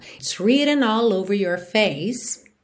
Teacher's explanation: Você não faz questão de dizer written, written, não é written ou então written, written. É como se você quisesse mesmo ir direto do T pro N.